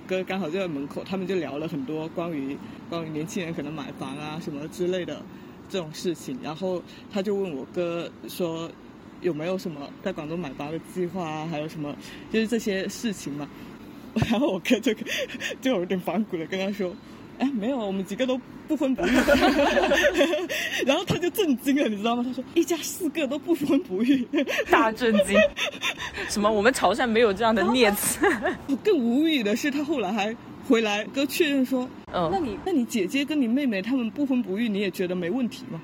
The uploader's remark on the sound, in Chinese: 本期播客是在马路边录制的即兴聊天，会有各种各样人间杂音，也可能会有一些录制得不是特别清晰的地方